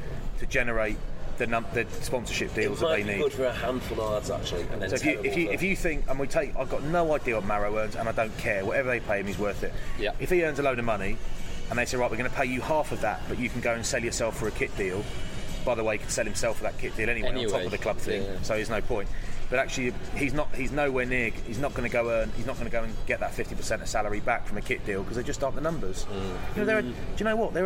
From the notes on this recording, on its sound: In this mildly hungover special recorded in a hotel lobby in the States after a Premiership game in Philadelphia.